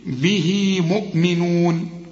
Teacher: وإذا وصلت عندك الياء اهي عشان تمدها حركتين